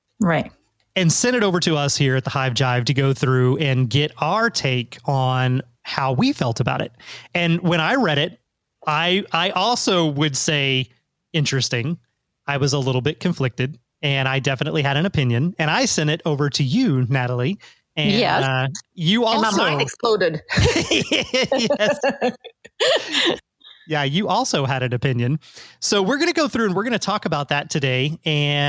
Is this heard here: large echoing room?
no